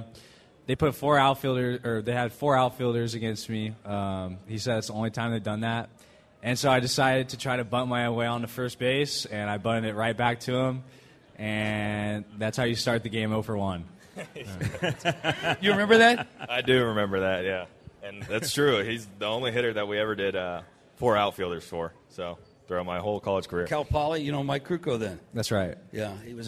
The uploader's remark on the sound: LIVE at TwinsFest 2024!